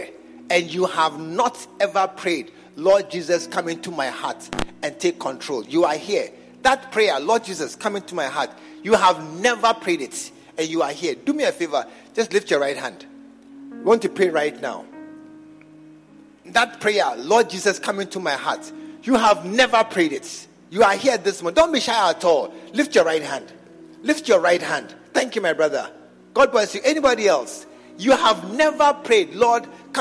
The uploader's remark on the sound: Preached at the True Vine Cathedral, Bantama